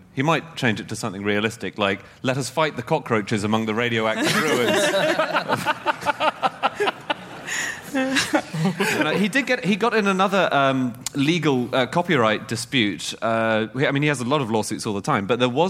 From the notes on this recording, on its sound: Live from the Cheltenham Literature Festival